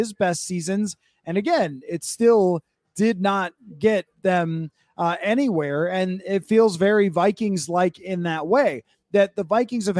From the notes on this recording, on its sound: Live from Circa Las Vegas